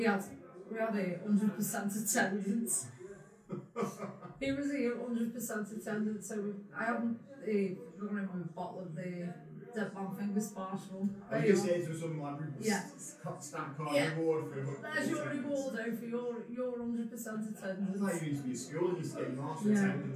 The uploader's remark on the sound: We call in to The Bellringer, a community pub, set in the heart of Eaton Park.